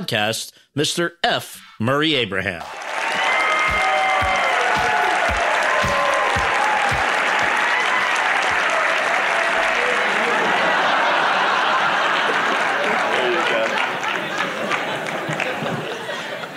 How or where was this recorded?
live audience